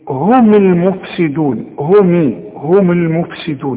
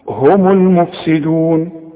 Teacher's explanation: الميم مضمومة عند الوصل، اذا وقفت سكنها · Shown in: second take